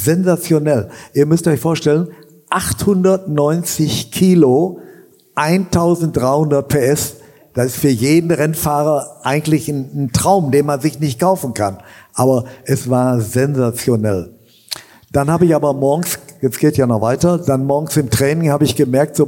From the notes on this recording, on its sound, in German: Endlich meinen ersten großen Livepodcast zu veröffentlichen. Meinen knapp 400 Zuschauern. Auf der Bühne präsentieren zu dürfen.